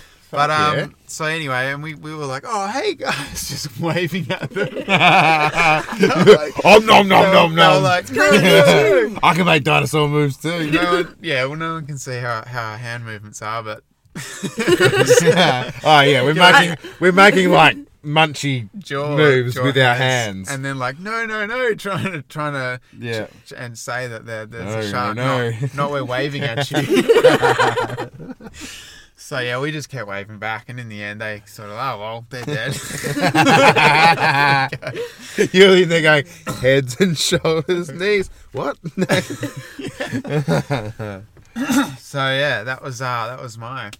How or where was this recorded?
inside a vehicle